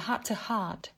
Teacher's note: Heart to heart là từ ghép của heart to và heart, nhưng đọc liền là heart to heart với to đọc dạng weak hay âm yếu âm nhẹ là ta